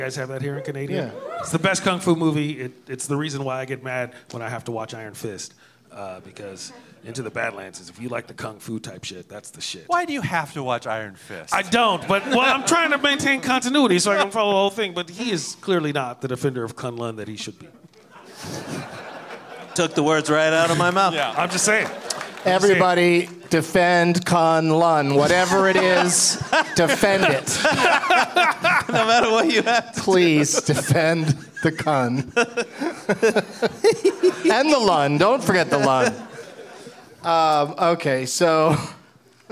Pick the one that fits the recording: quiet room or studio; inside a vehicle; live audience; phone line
live audience